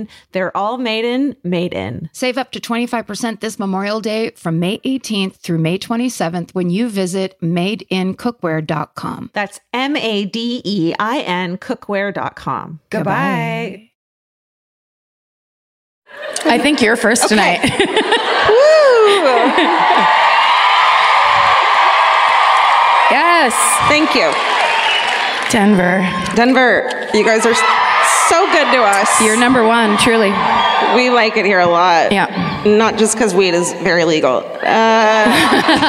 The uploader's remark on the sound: Live at the Bellco Theatre in Denver